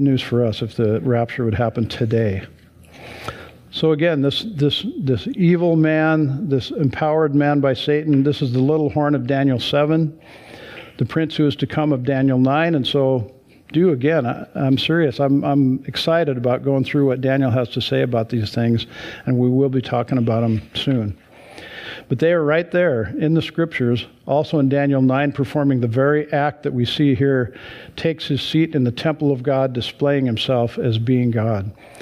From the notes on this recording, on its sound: Sunday church service livestream.